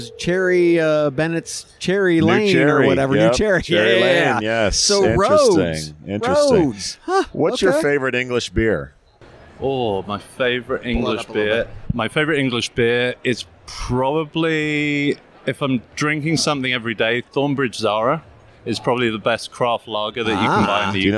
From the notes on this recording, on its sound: Live from UNLEASH America in Las Vegas